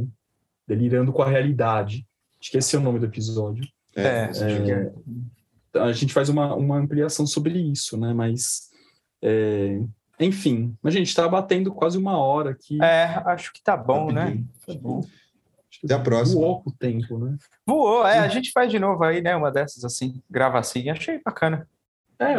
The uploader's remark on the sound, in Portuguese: Neste episódio gravado em live pelo instagram